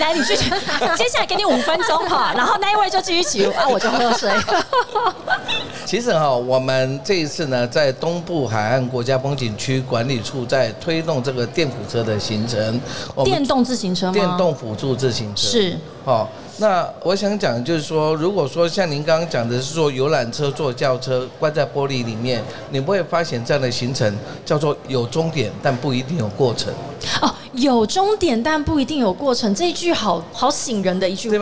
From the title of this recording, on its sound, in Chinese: 2022 Taipei Cycle台北國際自行車展-Live Podcast